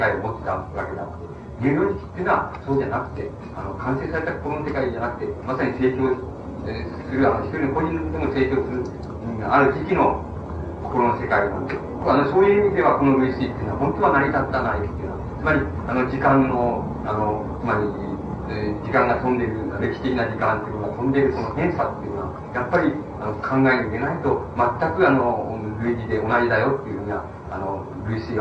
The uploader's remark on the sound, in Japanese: 主催：山王教育研究所 場所：山王会館（国電大森駅ビル4階）。山王教育研究所が主催する 「山王サイコセラピーセミナー」 の講演。周辺のノイズが入っており、 音質はあまりよくない。